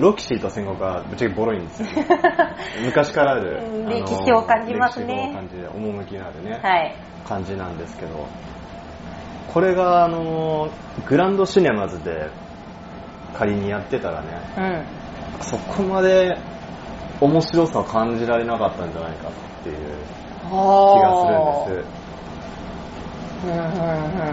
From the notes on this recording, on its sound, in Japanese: それにしても10/16収録分は雑音が酷いです。すみません。